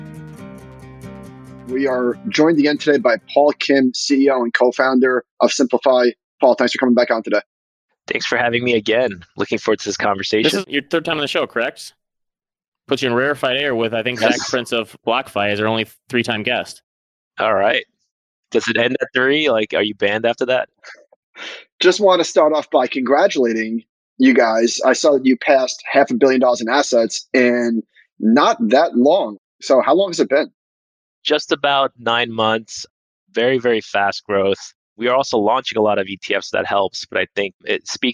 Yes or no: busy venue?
no